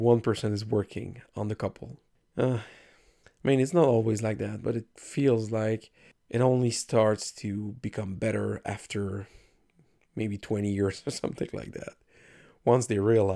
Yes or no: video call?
no